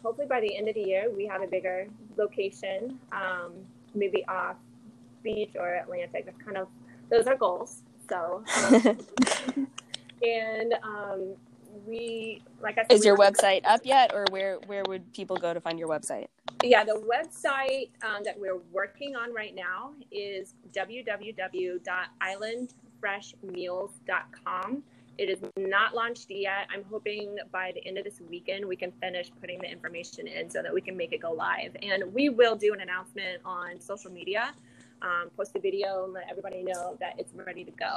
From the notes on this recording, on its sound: audio on this episode is a little wonky